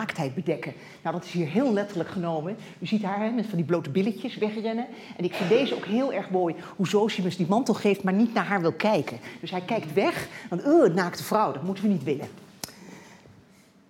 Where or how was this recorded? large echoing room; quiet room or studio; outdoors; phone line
large echoing room